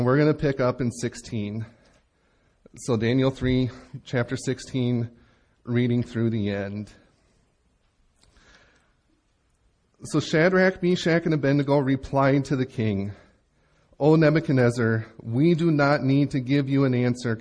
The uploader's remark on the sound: Recorded Live at Bethany Bible Church in Leroy, MN on 9/24/17